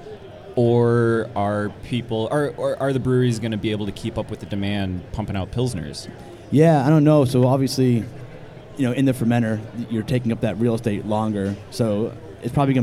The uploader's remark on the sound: Live at HBC. Recorded live on the floor of Homebrew Con 18.